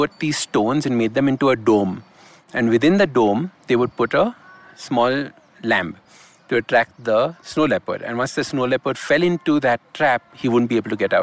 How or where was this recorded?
outdoors